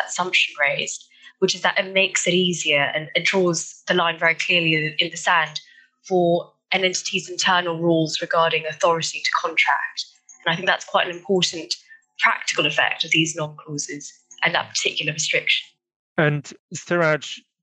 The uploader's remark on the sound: Is a recording of a virtual panel discussion hosted in November 2021.